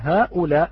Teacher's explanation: كلمة هؤلاء لو نلاحظها بارك الله فيكم، هناك مدان، هناك مدان، هؤلاء ها هذه مد منفصل، وأولاء الهمزة المتطرفة مد متصل